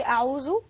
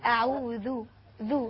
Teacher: ما نقولش أعوذ، نقول أعوذ ذو، نطلع لساننا · Shown in: second take